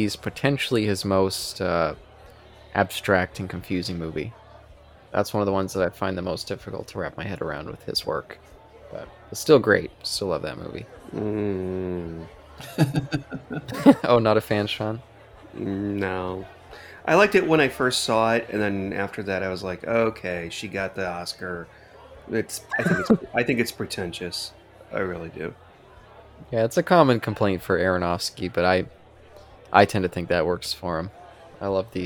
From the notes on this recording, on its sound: All and all, it's just another fun day at the bar. This episode was recorded in front of a live bar side audience.